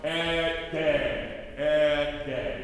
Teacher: Don't pronounce the T. Just throw the T away and focus on the D. · I don't separate et and de here. We go et de.